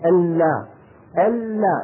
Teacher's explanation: اللام الأولى ساكنة فلا بد من أن يكون فيها جريان ضئيل